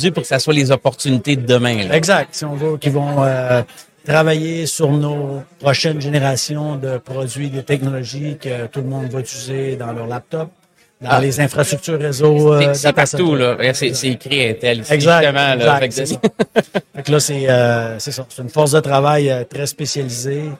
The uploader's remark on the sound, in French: En direct du Hardtech à Toronto.